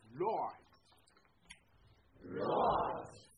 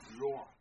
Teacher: à la fin, c'est plutôt un T comme Thierry qu'un D comme Daniel